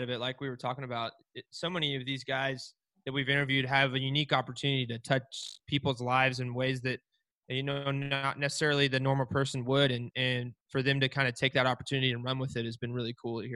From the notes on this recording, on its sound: This was our first recorded Zoom video interview and the first time interviewing two people.